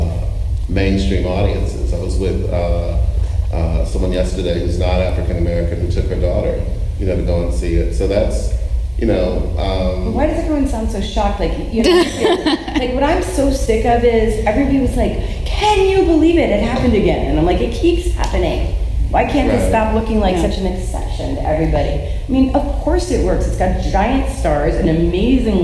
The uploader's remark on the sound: This week's podcast is the audio from the Film Now panel held in late 2016